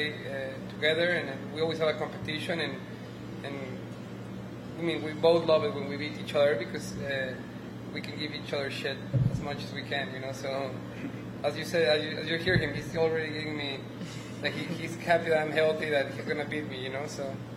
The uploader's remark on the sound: LIVE from French Lick Resort in Indiana.